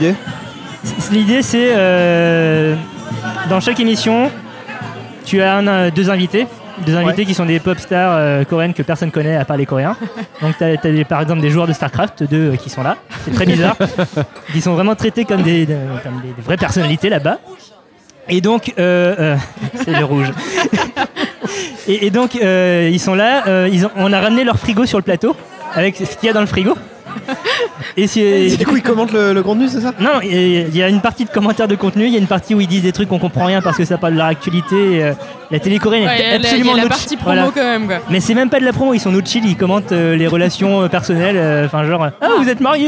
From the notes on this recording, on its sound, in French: épisode enregistré au Café sans nom (Paris 20e)